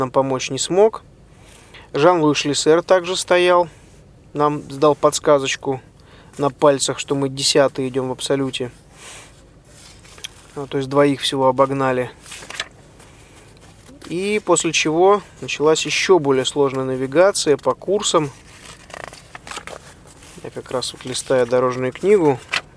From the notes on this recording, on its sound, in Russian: Этот выпуск я записал на бивуаке, развернувшемся на берегу Атлантического океана недалеко от города Дахла.